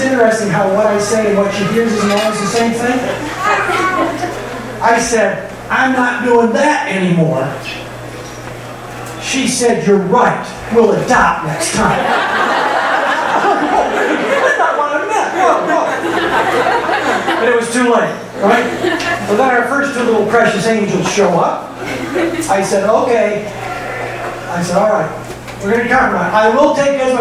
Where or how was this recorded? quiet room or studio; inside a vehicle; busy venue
busy venue